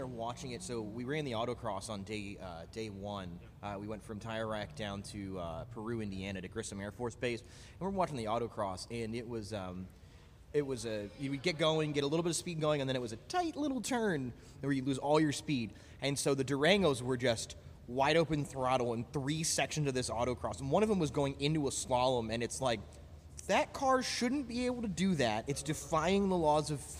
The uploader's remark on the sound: headed north for the day to visit beautiful Blackhawk Farms raceway and record with many friends and previous guests competing in One Lap of America